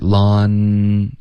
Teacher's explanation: 前面这个 lawn 它有舌头向上顶的音对舌尖顶上去